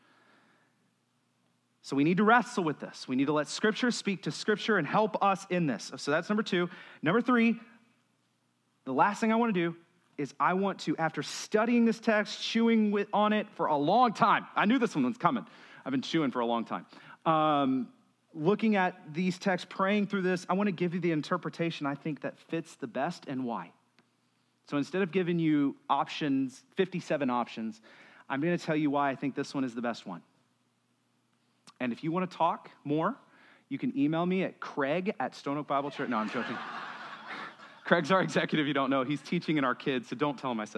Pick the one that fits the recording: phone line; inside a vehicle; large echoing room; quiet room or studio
large echoing room